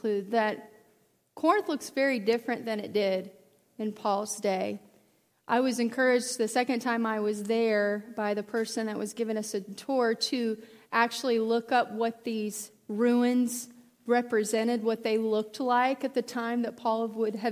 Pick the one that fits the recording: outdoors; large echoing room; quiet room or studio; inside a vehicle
large echoing room